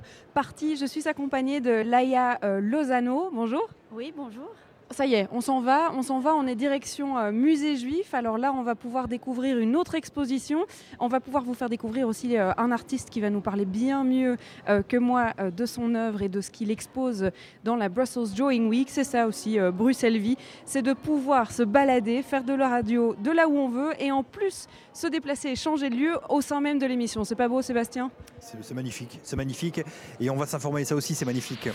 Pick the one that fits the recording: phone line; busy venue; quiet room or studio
busy venue